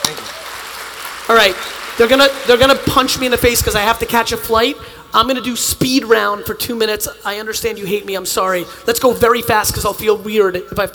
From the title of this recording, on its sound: Success Resources 2018 Manilla, Philippines | A Keynote